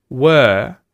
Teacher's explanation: usually if I say this the word were, I don't pronounce the R. This is because English, Australian English, is non-rhotic, similar to uh, British English.